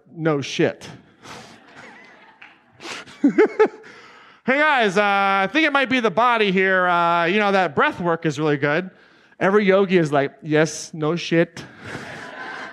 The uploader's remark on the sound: This excerpt is from Claim Your Power Live 2019 in Atlanta, GA.